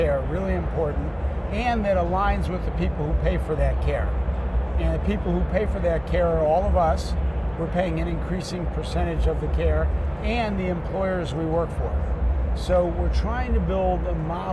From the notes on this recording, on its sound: an Interview in Action live from HLTH